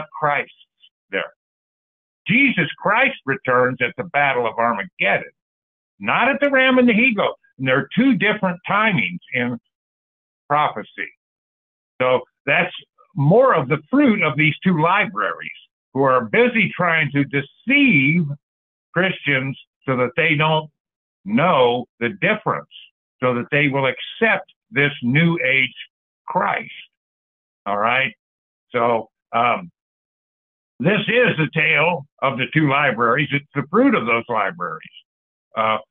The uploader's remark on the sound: Call In Bible Study